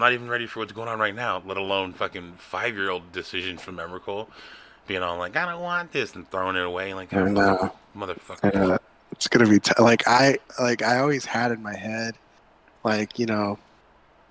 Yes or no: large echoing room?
no